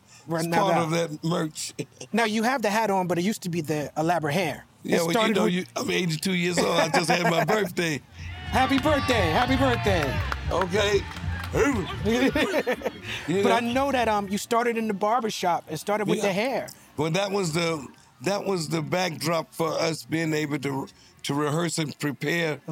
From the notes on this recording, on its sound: filmed live at the Blue Note Jazz Festival in Napa Valley